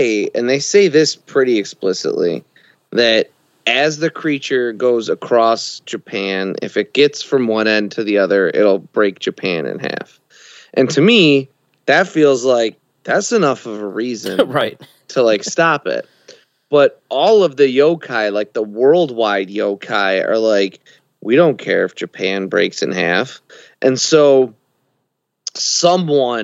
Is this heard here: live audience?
no